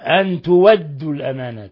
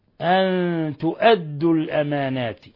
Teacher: قرأ ورش أبو جعفر أيضا بإبدال الهمزة واوا خالصة وصلا ووقفا · Shown in: first take